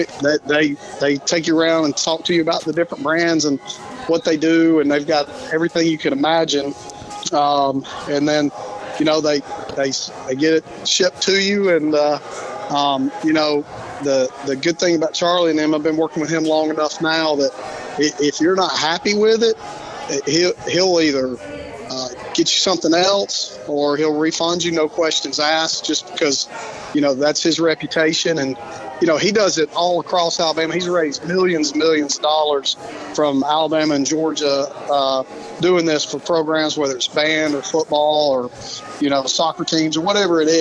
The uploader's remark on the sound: Live at Lucy's BARge for Cornhole for a Cure